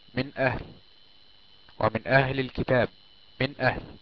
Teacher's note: النون الساكنة والتنوين يعني تنطق ظاهرة يقرعها اللسان من مخرجها · Term: الإظهار الحلقي